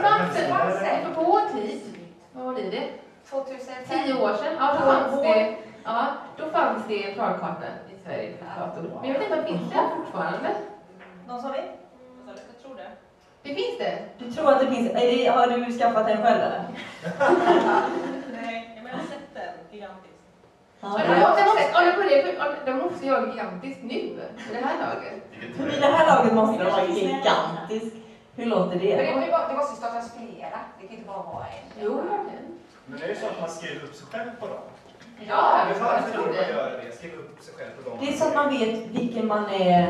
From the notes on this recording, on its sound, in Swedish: Vår första live-pod på West Pride 2014 i Göteborg. Ni får även höra publikens egna komma ut-historier. På grund av strul med ljudet så är den första minuten av poden inte med. Och ha överseende med ljudkvalitén som inte är den bästa.